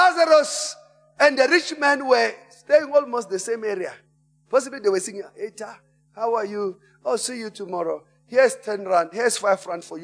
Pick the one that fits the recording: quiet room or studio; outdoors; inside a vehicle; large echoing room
large echoing room